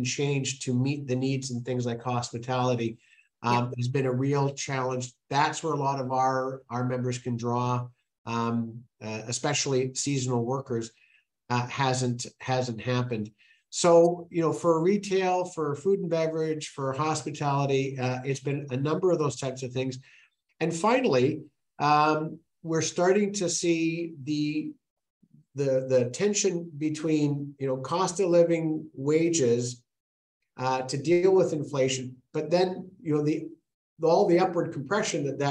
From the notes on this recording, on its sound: This live virtual event, sponsored by Scotiabank